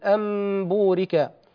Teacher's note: والشيء الثاني هو غنة هذه الميم قبل الباء، والشيء الثالث هو إخفاؤها. فالغنة هنا غنة الميم المقلوبة لا غنة النون